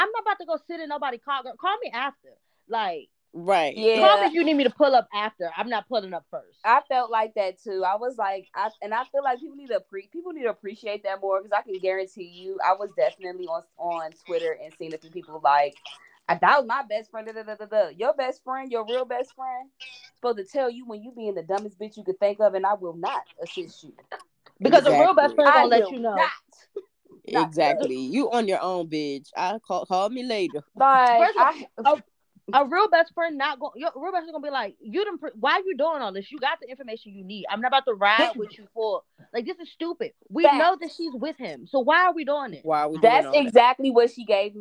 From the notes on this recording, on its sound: Audio issues arose